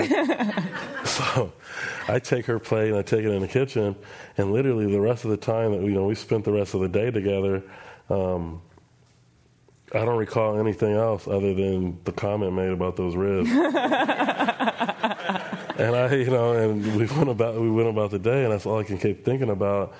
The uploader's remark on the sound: This program was recorded Live in San Francisco on April 21st, 2022 by the Commonwealth Club of California.